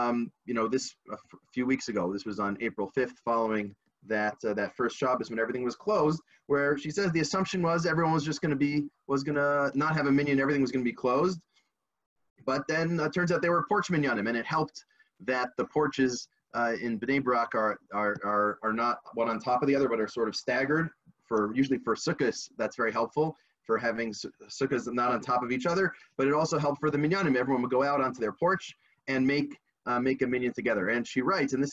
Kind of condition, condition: link, video call